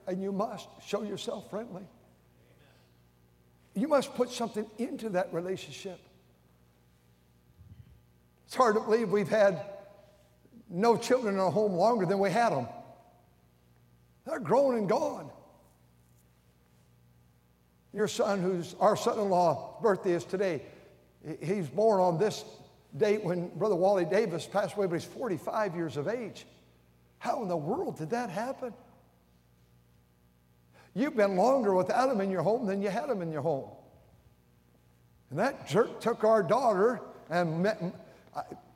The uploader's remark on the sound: during the Wednesday Evening service on November 8, 2023, at North Valley Baptist Church in Santa Clara, California.